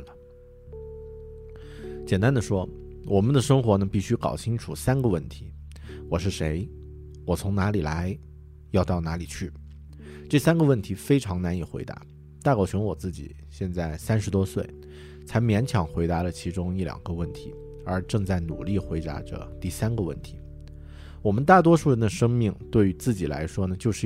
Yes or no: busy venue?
no